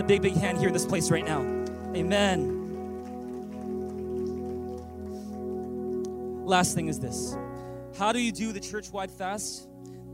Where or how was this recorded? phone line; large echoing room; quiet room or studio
large echoing room